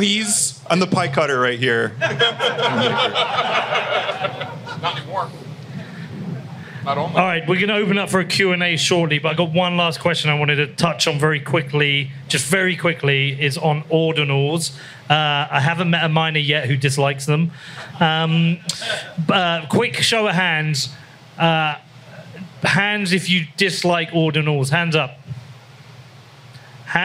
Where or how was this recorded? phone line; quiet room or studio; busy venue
busy venue